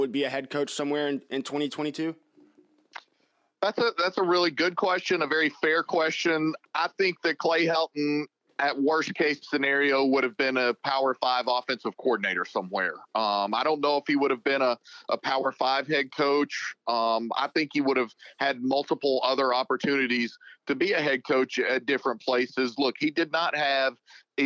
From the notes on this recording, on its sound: talks over the phone